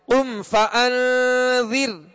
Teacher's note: را ساکن سے پہلے زیر ہے لہذا را کو باریک پڑھیں گے